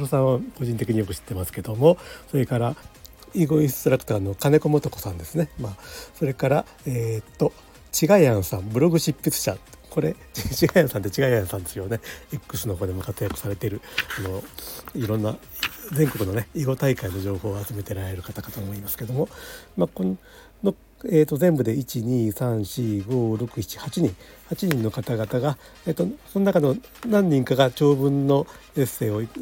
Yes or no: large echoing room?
no